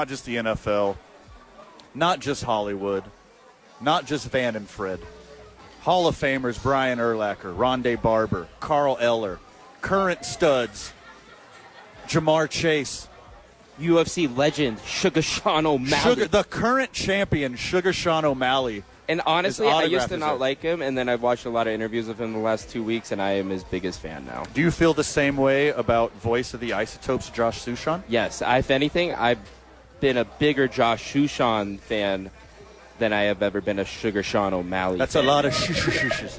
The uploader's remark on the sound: live from Top Golf for YMCA Charity Event